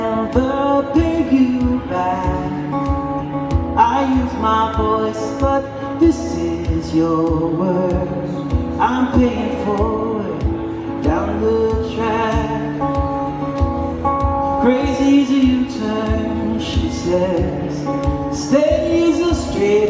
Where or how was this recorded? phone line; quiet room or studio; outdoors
outdoors